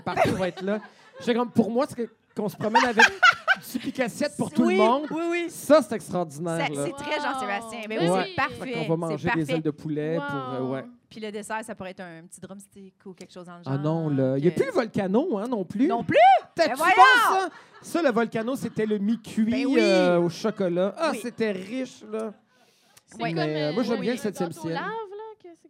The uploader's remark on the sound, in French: Live devant public au 164 Lounge.